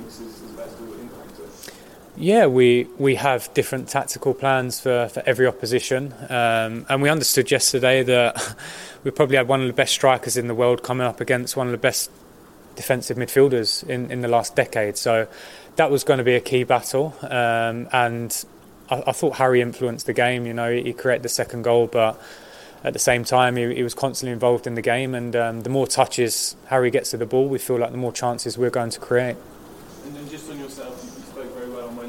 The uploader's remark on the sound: FULL PRESS CONFERENCE